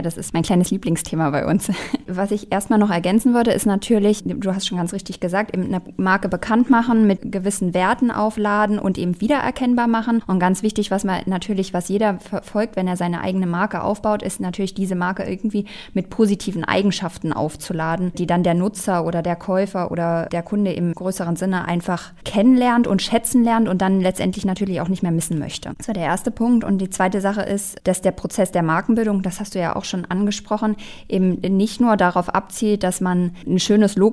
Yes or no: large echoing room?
no